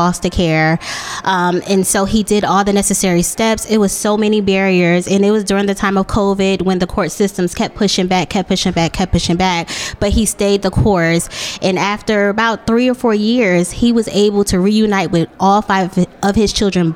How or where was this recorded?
busy venue